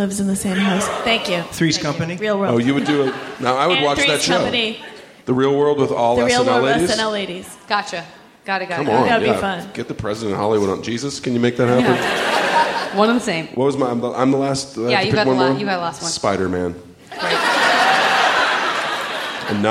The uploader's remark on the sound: This special live episode recorded at the 16th annual SF Sketchfest